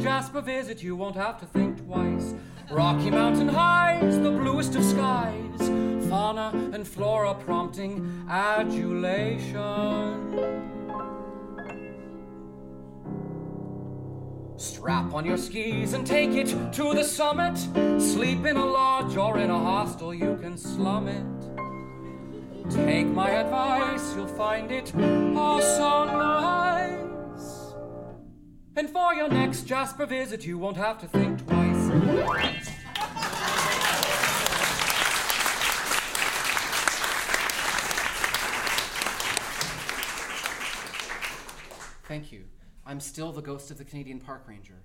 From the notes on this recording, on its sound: Recorded live, Sept 26, 2015